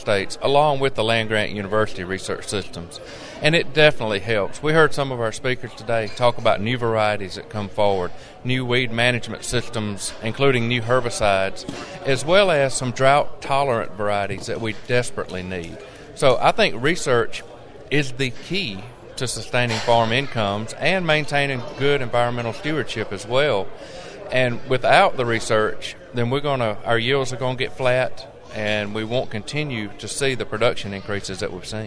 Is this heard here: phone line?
no